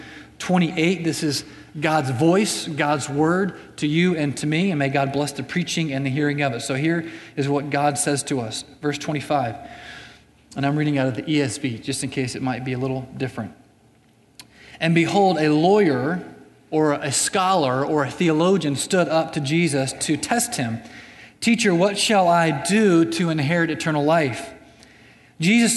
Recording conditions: large echoing room